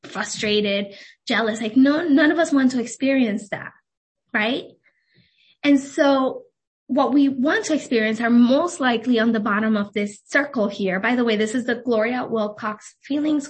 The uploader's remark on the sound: This was a video event and I didn’t start recording until 10 minutes in - in this podcast you will miss my intro.